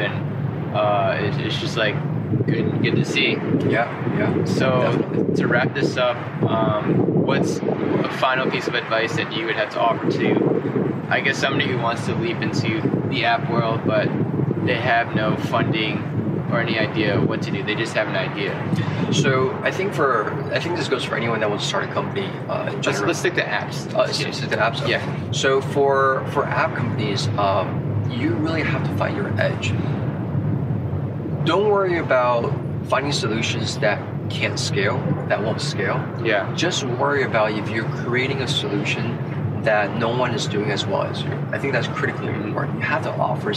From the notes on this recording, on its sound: This was recorded outdoors!!